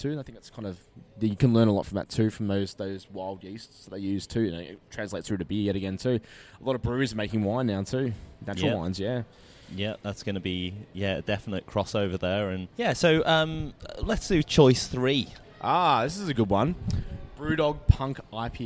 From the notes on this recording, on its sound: The episode was recorded at the brewpub in Cheltenham.